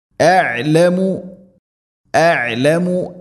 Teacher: ഹംസ ഐൻ മഖ്റജ അടുത്താണ്, തൊണ്ടയുടെ താഴെ ഭാഗം, ഐൻ തൊണ്ടയുടെ മധ്യഭാഗം